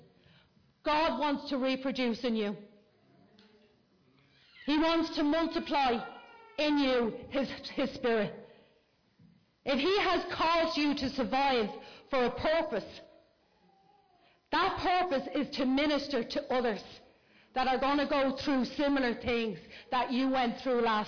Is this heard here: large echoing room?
yes